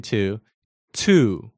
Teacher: in English, when you say T, it touches the top of your mouth, the ridge immediately behind your upper teeth. So it's a different placement.